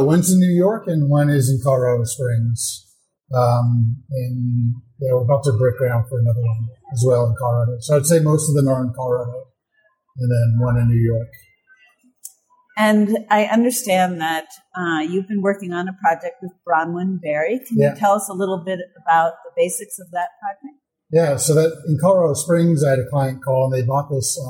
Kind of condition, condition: setting, busy venue